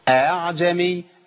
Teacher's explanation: بعض الناس بيقولها خطا، بيقول اهاعجمي، ما عنديش هاء، هي بين الالف وبين الايه الهمزه. · Term: التسهيل